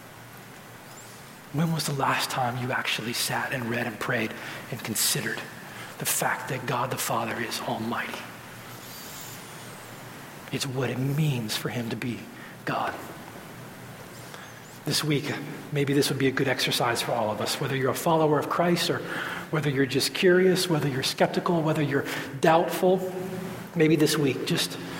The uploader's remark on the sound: at Redemption Hill Church on Sunday, September 25th, 2011